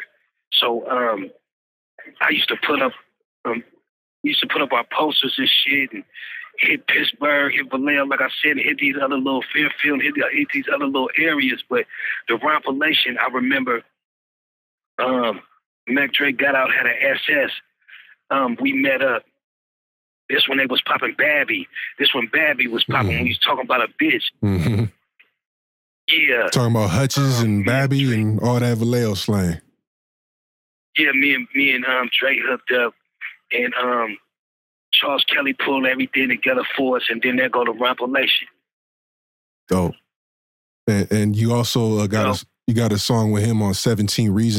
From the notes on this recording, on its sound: Exclusive interview via phone from jail.